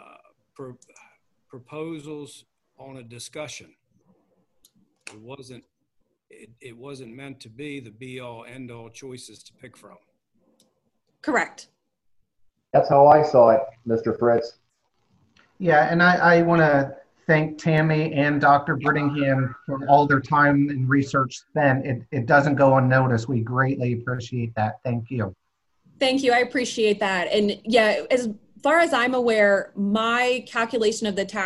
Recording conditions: video call